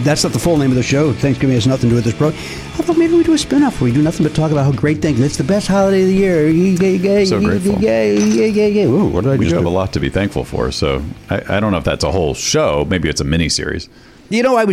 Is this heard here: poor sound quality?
no